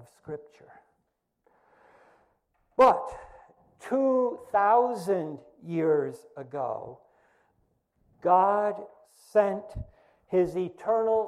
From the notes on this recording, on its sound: First Congregational Church of Clinton, MA -- Sermon -- July 5, 2020.